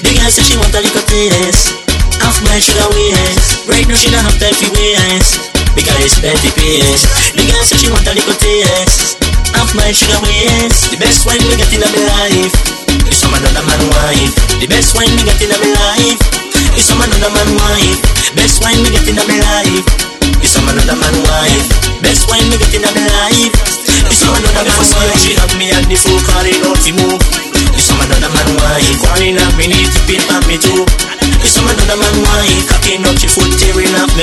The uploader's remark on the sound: The weekly party before the party returns live from the Rotterdam Carnival weekender.